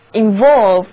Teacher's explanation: 单词的重音在第二个音节